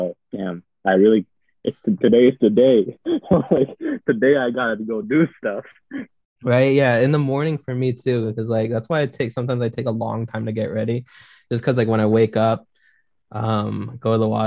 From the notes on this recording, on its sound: on Zoom for this session